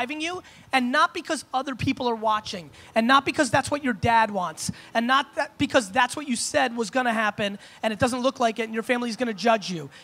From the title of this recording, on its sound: An All-Time Keynote at Propellor Fest 2016